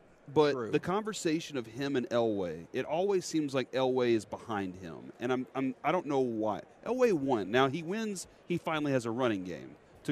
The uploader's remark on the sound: LIVE from Radio Row in Las Vegas!